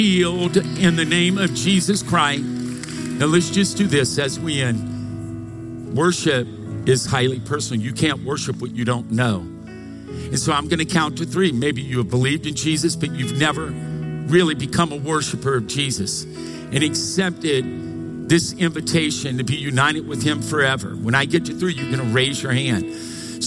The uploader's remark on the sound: Recorded live from Capital Church, Meridian, Idaho